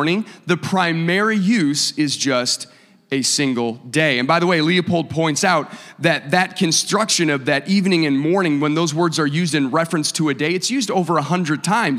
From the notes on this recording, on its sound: a service recording from Connect Point UPC